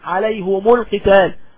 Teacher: بيضم برضو الهاء مراعاة لضم الميم عشان يتخلص من التقاء الساكنين · Term: يضم الهاء